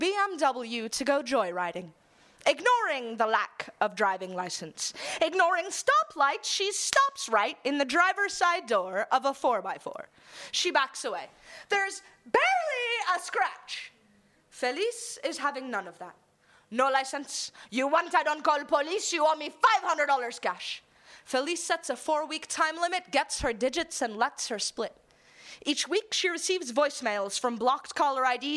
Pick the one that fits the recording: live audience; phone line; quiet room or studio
live audience